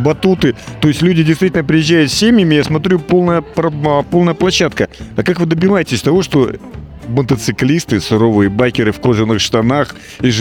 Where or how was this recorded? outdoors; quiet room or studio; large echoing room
outdoors